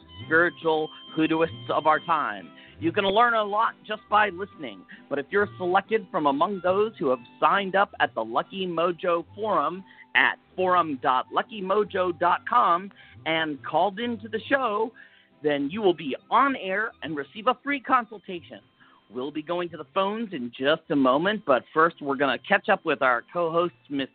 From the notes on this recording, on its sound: Is a real, live call-in show where the general public gets a chance to ask about actual problems.